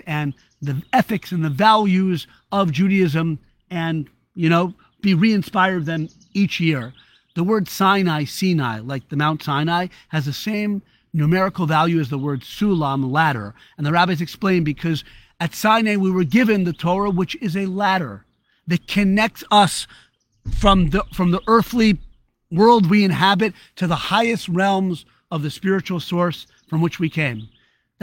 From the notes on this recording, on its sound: recorded live in the Great Outdoors